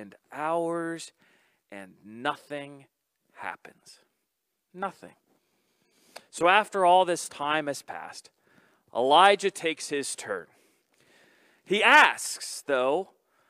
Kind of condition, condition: setting, large echoing room